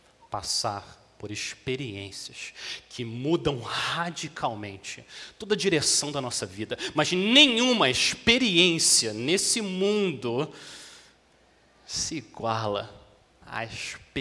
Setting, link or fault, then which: setting, large echoing room